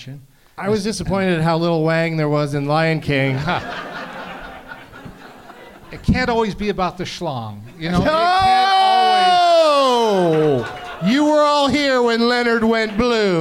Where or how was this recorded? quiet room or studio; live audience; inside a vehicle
live audience